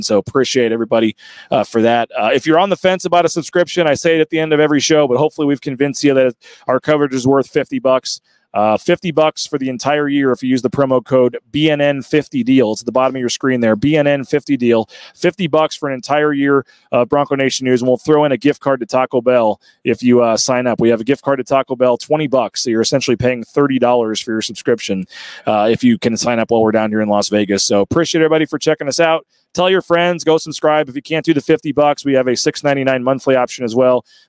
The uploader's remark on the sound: LIVE from Resorts World in Las Vegas. At Mountain West Basketball Media Days.